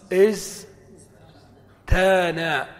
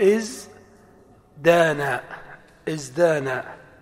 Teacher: ثم نقلب التاء دالا لأن فاء الكلمة زاي · Shown in: second take · فيقال إز دانا، إز دانا.